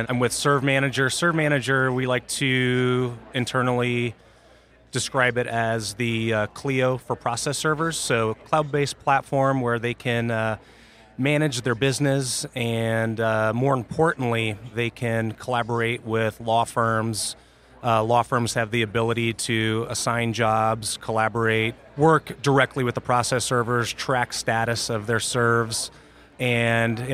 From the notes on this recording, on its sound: recorded at the 2017 Clio Cloud conference